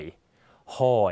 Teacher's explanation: เสียงต่ำขึ้นนะฮะจะมีเสียงอ่านขึ้นและตกลงนะครับ · Term: วรรณยุกต์หอย